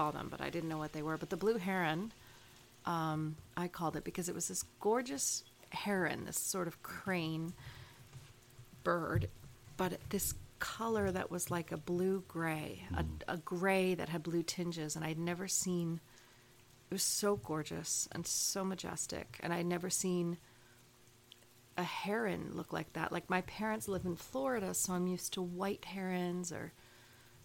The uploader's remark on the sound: take advantage of the pitter pater of the rain that is following when they decide to turn on the microphone and record an episode